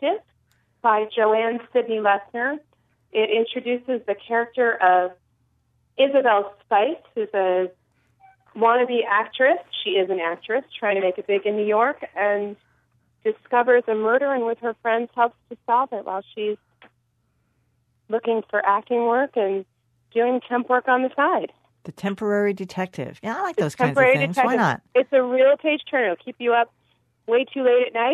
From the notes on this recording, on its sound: we open up the phone lines and take your recommendations